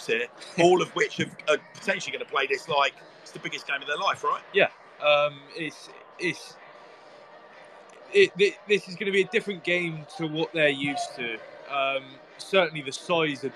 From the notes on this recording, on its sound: Preview and live comms as Swindon Town take on Westbury United in the Wiltshire Premier Shield final at The County Ground.